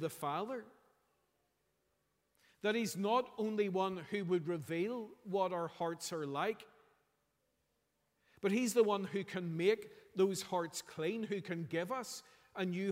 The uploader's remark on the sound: Sunday 31st December 2023 morning service